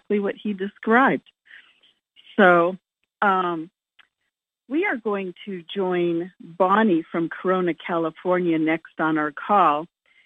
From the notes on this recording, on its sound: Conference Call LIVE